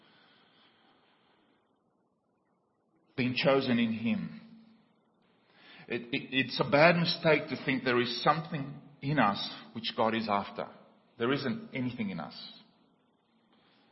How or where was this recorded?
large echoing room